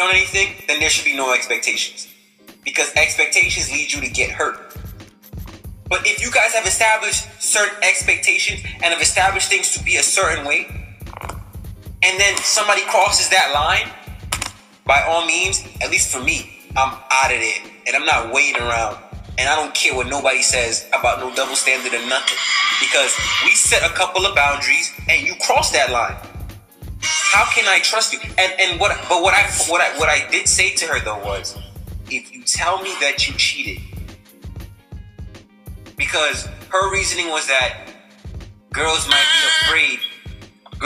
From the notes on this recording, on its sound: bare with us on the audio as we were practicing social distancing